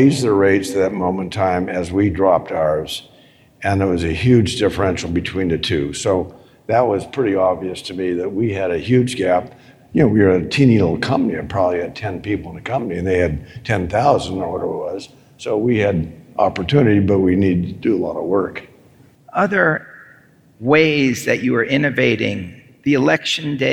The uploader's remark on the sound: on the stage at the Money 2020 conference in Las Vegas